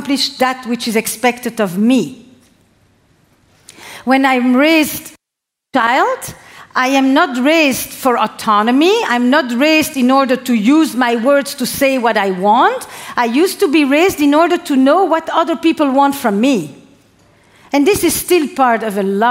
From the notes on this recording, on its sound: This talk delivered to our tribe, was recorded on Mindvalley’s stage at A-Fest.